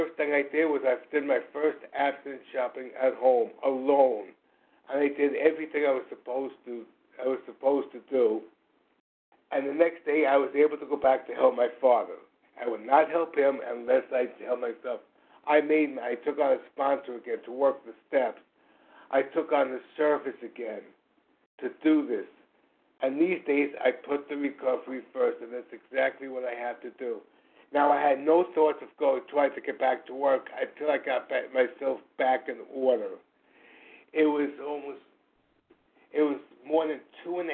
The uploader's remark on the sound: 100 Pounders Phone Meeting, 8/11/23